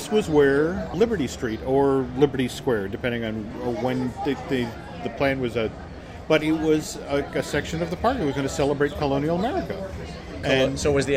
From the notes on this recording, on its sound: Recorded last week at the Magic Kingdom.